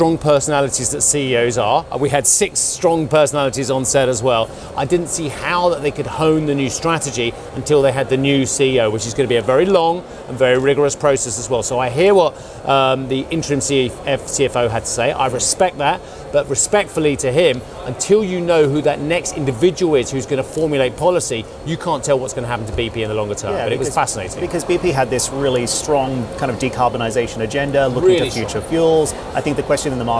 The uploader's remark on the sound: We are live at ADIPEC in Abu Dhabi